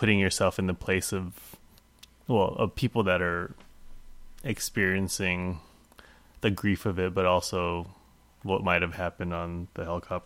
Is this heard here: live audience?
no